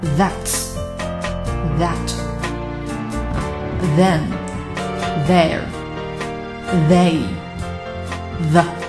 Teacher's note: 我们的这两个 T H 的发音，嗯，我们都可以持续上一段儿时间，你不能很快地，呃，没了，啊。那如果说你做不到这一点，不能把它们持续上一段儿时间，那很有可能就是你在发这个音刚开始的时候，阻碍了气流那这个时候呢，就产生了非常不同的音啊，让别人听起来可能就像，你的，可能像 T 或者 D 的音呢。而我们 T H 的发音在英语当中也是相当的重要。好多我们口语中经常说的词都是以 T H 开头的，比如说 that— that— then— there—